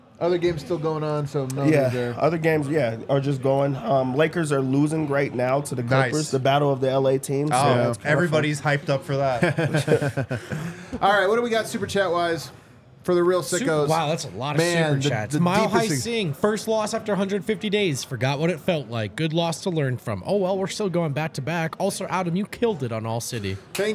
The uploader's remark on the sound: LIVE from the DNVR Bar